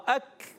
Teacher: کاف شدیدہ مہموس حرف ہے، سختی کے ساتھ آواز بند ہوتی ہے، پستی نرمی سے سانس جاری رہتا ہے، آپ نے یاد رکھنا ہے.